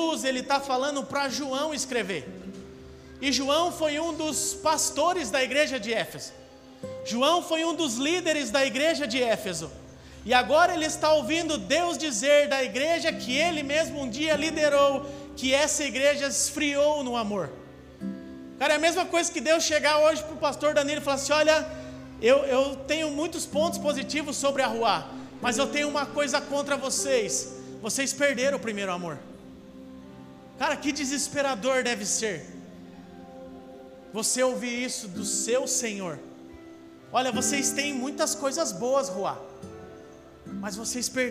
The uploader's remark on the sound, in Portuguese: Áudio do Culto de Domingo